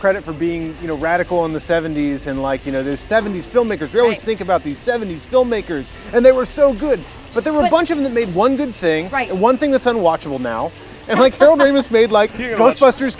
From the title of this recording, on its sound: LIVE FROM THE OSCARS RED CARPET